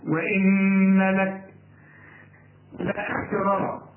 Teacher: النون لازم تغنى ما دام عليها الشدة